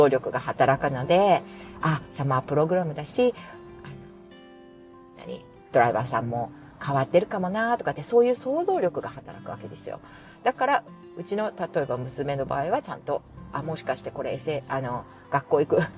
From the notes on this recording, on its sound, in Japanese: お聞き苦しい雑音すみません。雑音注意。